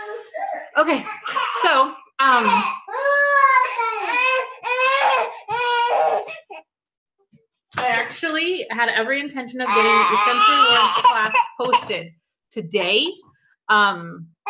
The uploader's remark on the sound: Due to kids the recording was stopped twice, so there are three parts to this evening's talk